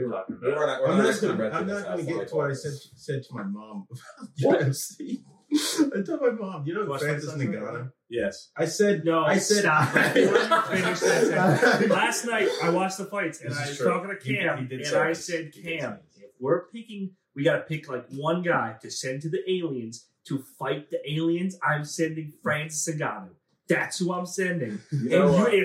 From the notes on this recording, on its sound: Unfortunately we lost the audio file so this episode might sound a bit worse then our usual quality, we apologize!